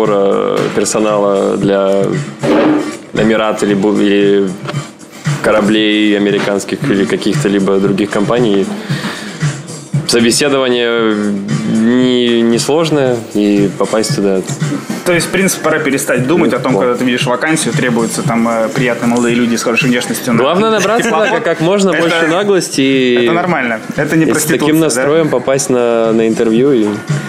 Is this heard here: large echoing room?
no